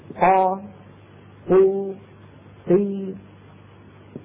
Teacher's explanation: لما أقول أنا قا قو قي كان في هواء محبوس، فلما فتحت طرفي المخرج تدفق وخرج